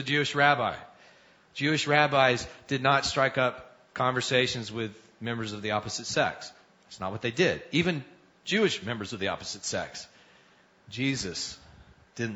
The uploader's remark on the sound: Recorded Live at Vineyard Church of Kenner.